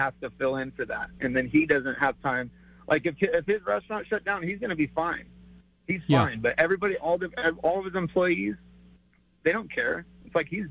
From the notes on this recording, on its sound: takes your phone calls on News Radio KKOB